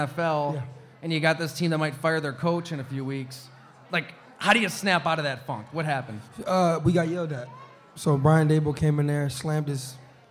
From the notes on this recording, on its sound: live from Mister’s Bar & Lanes in East Aurora, N.